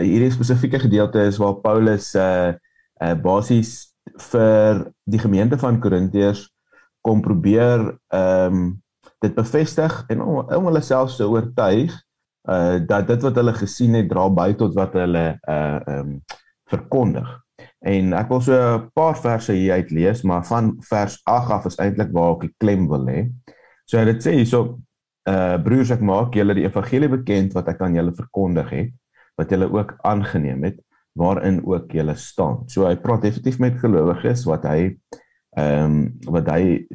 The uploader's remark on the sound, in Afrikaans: Manne van die Woord Zoom Byeenkoms.